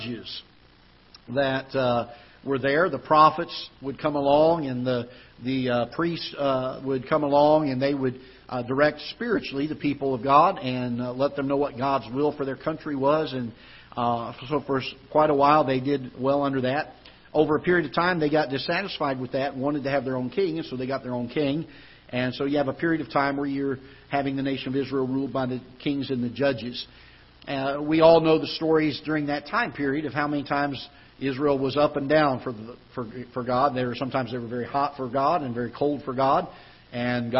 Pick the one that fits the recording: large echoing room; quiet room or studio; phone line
large echoing room